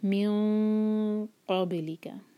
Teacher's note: Heaviness آئے گی جب نون کی آواز کو چھپائیں گے، میوں قابلی کا، اور با پر سکون ہے تو ہم با کو باؤنس کریں گے.